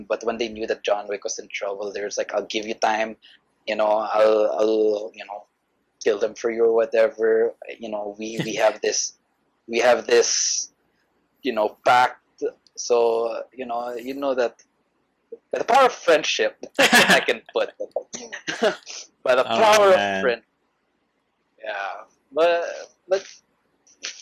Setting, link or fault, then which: link, video call